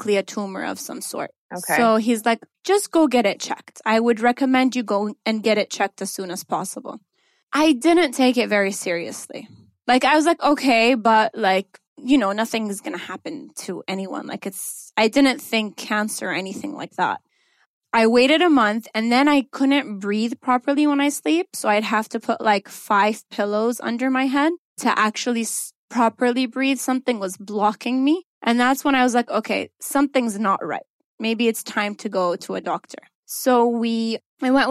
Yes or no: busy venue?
no